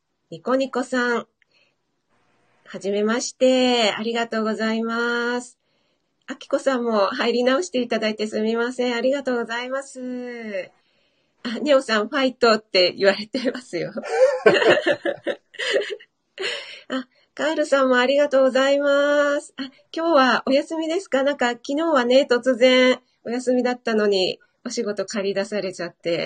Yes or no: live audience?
no